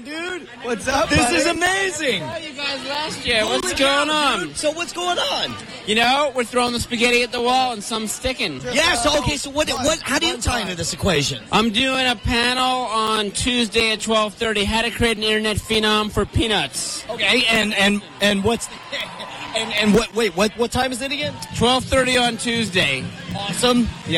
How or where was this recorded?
busy venue